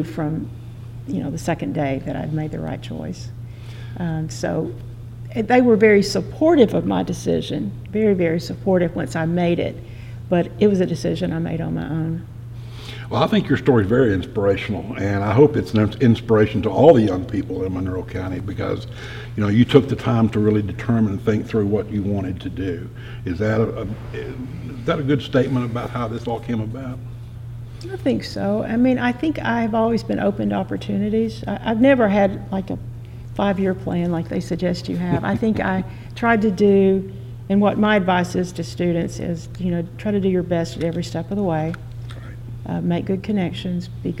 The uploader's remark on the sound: Recorded in the historic courtroom at the Tennessee Supreme Court in Knoxville, TN.